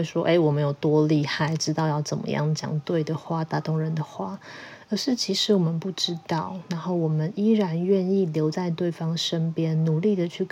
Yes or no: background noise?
yes